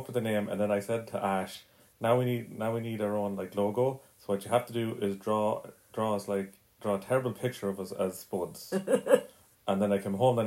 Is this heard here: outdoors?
no